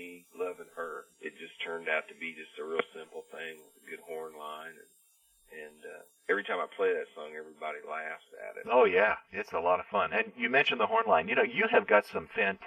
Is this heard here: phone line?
yes